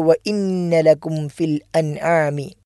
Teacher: അപ്പോൾ വ ഇന്നലക്കും ഫിൽ അൻആമി എന്ന് തന്നെ നൂനും ഐനും വെളിവാകുന്ന രൂപത്തിൽ ഇൽഹാർ ചെയ്തുകൊണ്ടാണ് നമ്മൾ ഉച്ചരിക്കേണ്ടത്